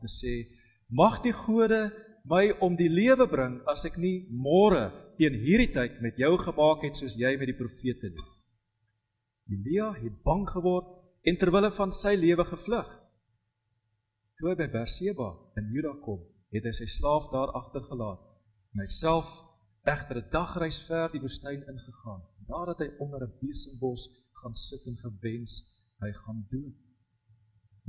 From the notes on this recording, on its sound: Preek opname tydens erediens in Loughton.